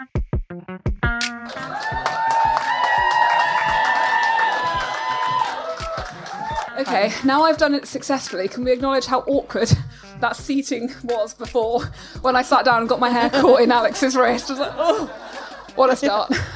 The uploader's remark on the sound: Our first LIVE show! Back with their brilliant live audience.